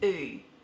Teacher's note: In an Australian dialect, on the oo sound, your lips will stay a little bit square.